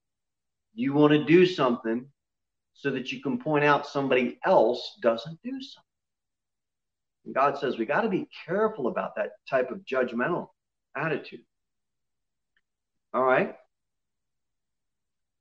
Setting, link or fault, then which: setting, large echoing room